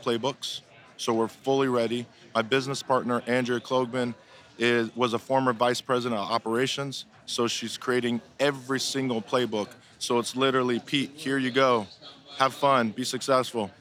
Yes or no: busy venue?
yes